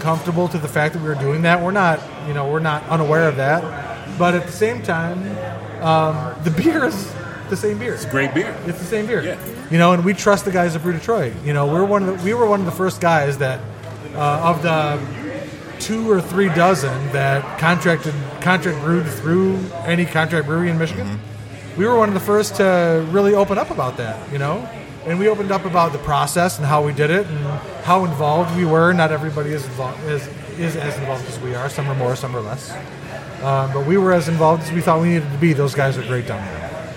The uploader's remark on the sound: Live at Old Nation